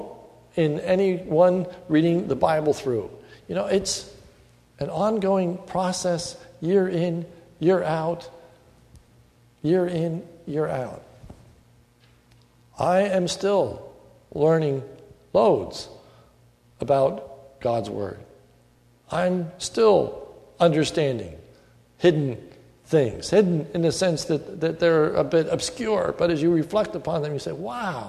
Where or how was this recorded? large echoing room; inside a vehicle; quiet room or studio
large echoing room